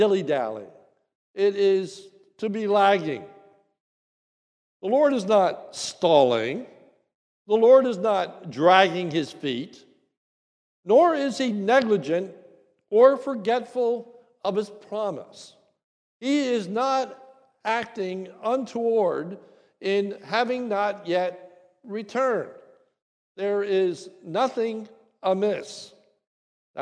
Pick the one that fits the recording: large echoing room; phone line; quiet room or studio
large echoing room